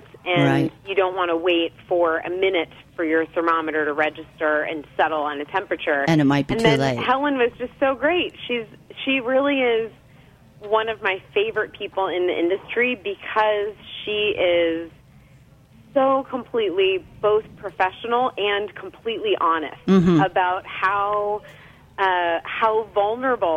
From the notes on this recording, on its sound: phones in to chat